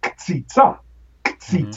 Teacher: We are actually violating the syllable structure of Hebrew, because in Hebrew you could never put two consonants at the beginning.